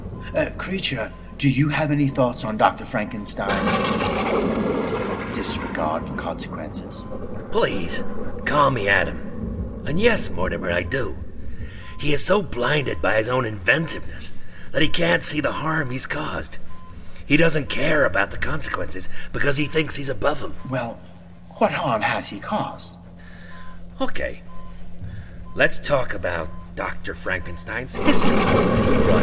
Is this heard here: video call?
no